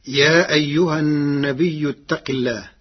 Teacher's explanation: قرأ ورش كلمة النبي بالهمز بعد الياء الساكنة فتصير مدا متصلا يمد قدر 6 حركات